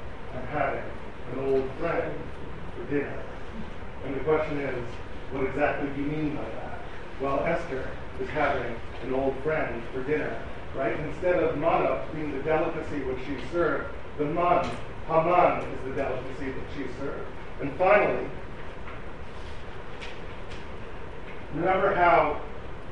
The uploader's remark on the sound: Delivered at the Seforim Sale at YU.